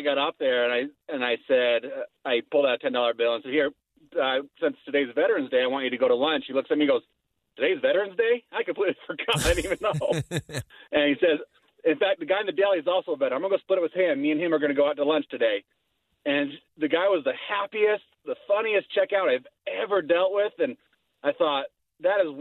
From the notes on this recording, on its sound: opens the phone to allow listeners to say their thank yous